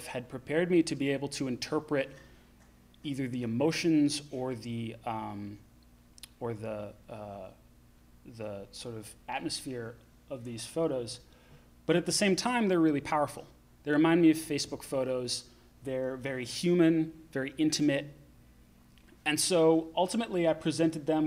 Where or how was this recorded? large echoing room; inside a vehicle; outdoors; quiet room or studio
large echoing room